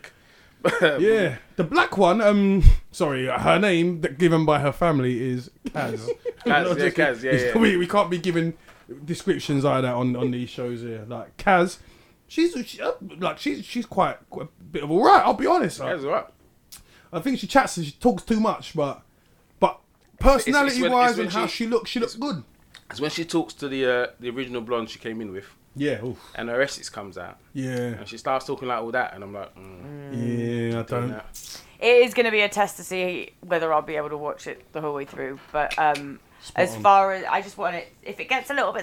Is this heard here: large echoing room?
no